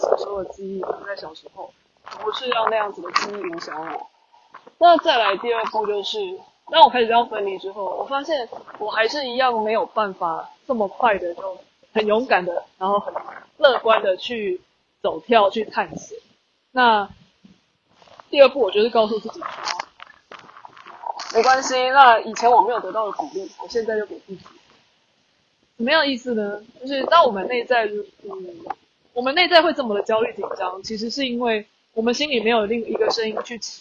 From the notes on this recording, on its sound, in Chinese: 馬祖旅行中有感而發，在福正海灘邊散步邊錄音，風聲有點大，請包涵。